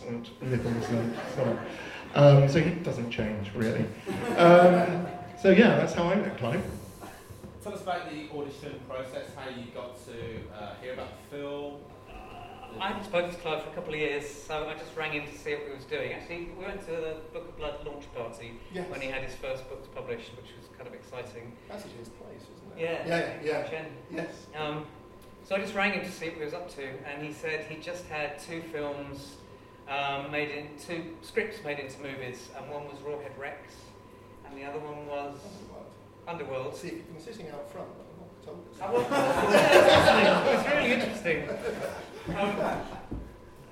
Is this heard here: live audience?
yes